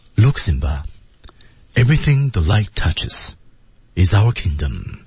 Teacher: 到 is our 的时候，那么气息向上扬一点，到最后结尾 kingdom 还是要降下去啊 · 它是一个从 everything the light touches 逐渐升高，对，然后 is ourkingdom， is our kingdom 降下来 · Term: 逐渐升高再降下来